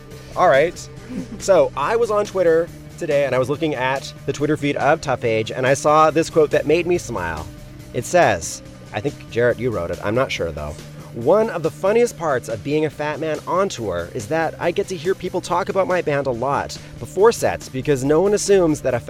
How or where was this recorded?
inside a vehicle